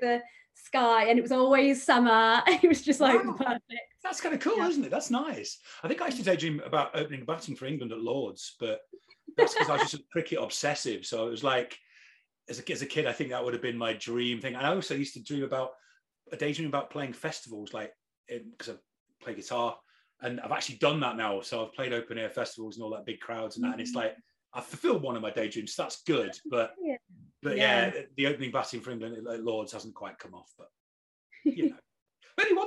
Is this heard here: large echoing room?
no